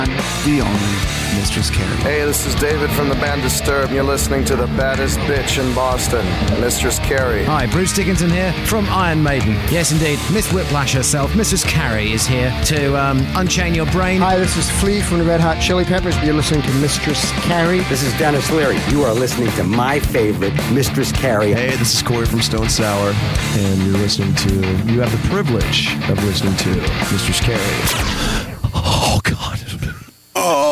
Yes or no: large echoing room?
no